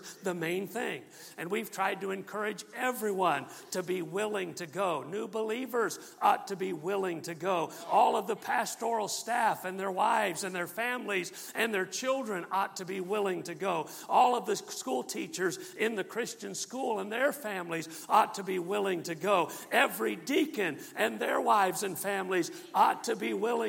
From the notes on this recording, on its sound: MULTIPLY Conference. From the pulpit of Calvary Baptist Church on November.